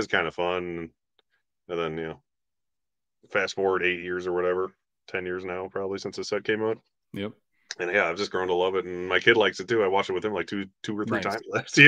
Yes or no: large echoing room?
no